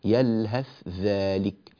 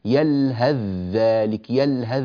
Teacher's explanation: لاحظوا أنا انتقلت من هاء لذال مباشرة ولا يوجد أثر للثاء نهائيا · Shown in: second take · أو تتركه يلهذ ذلك بذال مباشرة. · Term: الإدغام